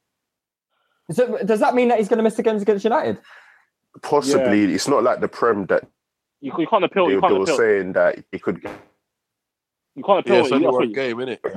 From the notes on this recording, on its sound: We apologise for the drop off in sound quality for this podcast, as it was recorded via the internet and not in our usual studio.